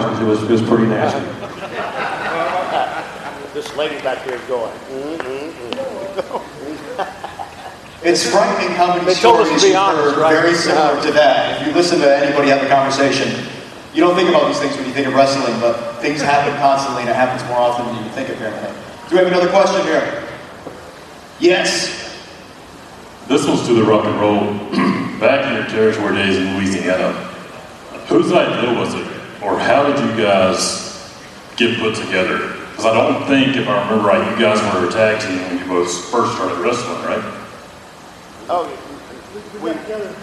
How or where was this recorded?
busy venue